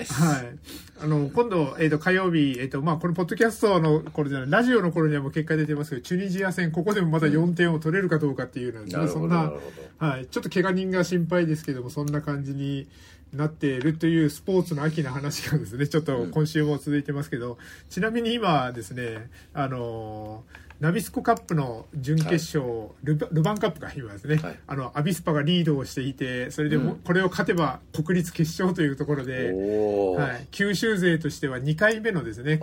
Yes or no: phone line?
no